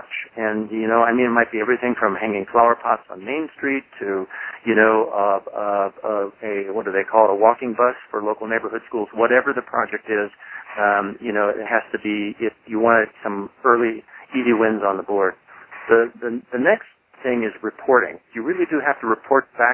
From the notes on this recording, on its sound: Call recorded on April 12, 2012.